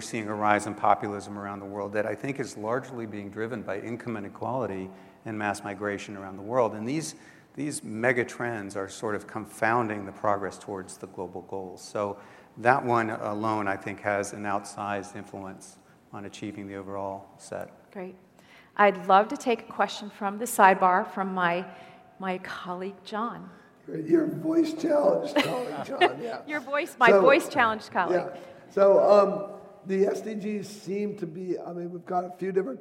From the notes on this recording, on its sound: The best of live interviews from GreenBiz events.